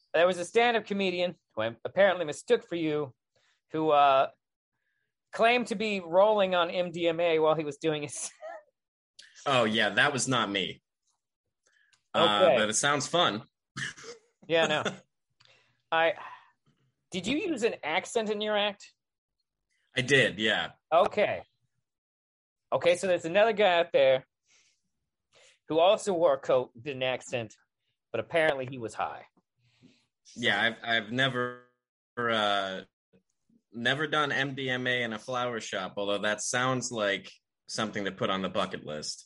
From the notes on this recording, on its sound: We had a bad connection and there are some audio issues